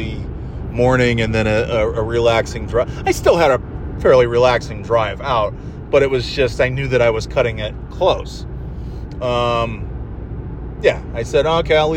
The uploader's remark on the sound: Driving Home From NY (and NOT in snow)